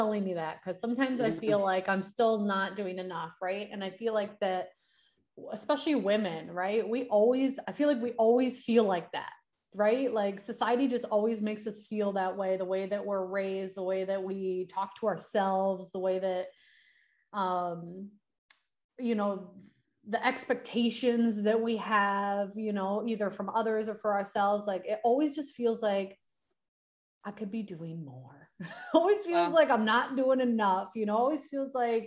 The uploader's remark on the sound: record live in IG